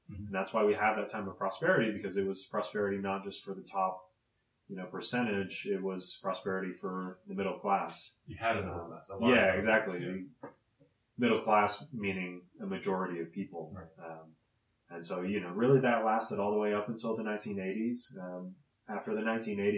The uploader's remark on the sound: Sorry about the poor audio quality, it sounded good when we recorded it but apparently something was off.